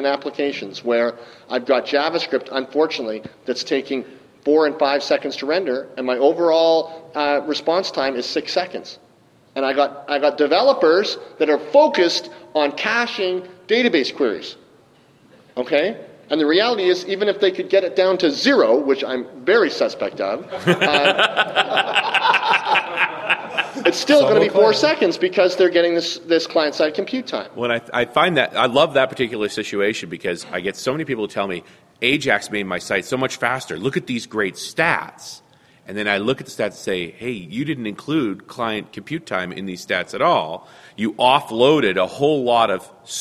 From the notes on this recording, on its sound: live from Dev Connections in Las Vegas